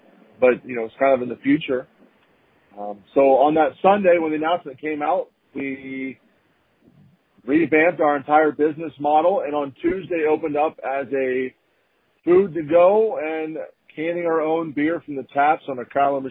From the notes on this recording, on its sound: I chat via telephone